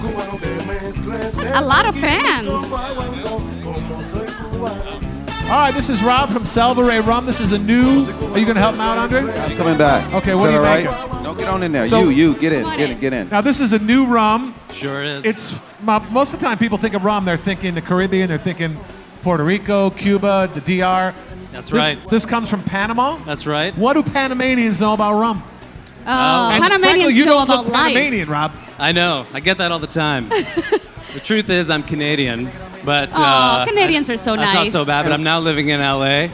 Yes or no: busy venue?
yes